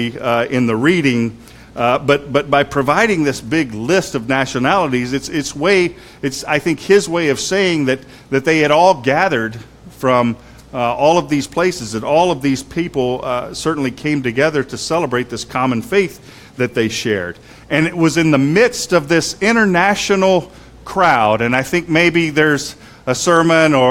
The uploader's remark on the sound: Sermon was preached on Pentecost Sunday at Christ Fellowship UMC in San Antonio, TX.